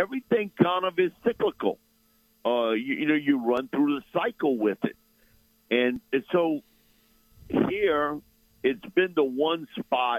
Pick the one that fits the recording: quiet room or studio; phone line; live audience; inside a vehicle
phone line